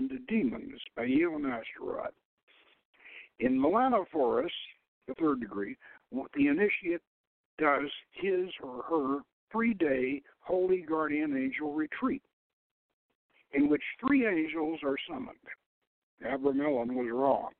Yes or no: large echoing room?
no